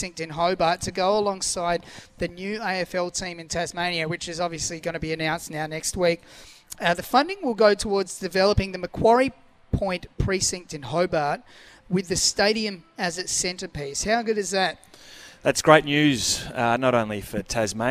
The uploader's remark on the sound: live from Harbour Town